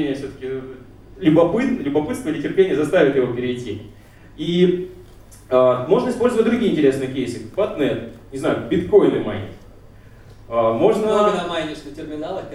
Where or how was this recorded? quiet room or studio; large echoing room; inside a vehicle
large echoing room